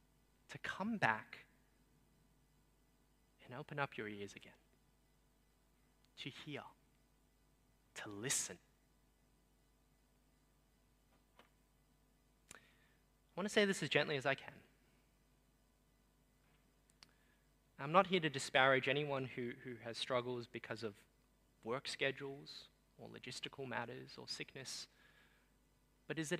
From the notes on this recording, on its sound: Sermon preached on 8 January 2023 at Newtown:Erskineville Anglican Church.